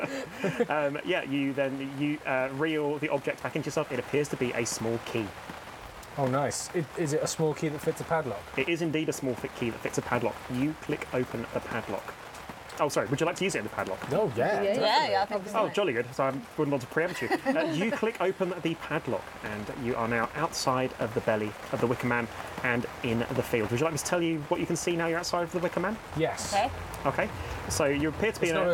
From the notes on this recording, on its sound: Did we record this episode in the fittingly pissing rain? I hope you like ASMR, and listening to the lengths we'll go to to maintain social distancing.